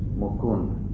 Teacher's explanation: It's not exactly fully pronounced, but it is there, Mukunda. But if it were any of the vernacular languages, Mukund, they don't pronounce the A